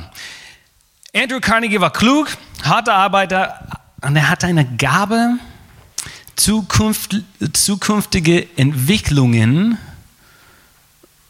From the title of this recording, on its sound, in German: Gottesdienst vom 15. November 2020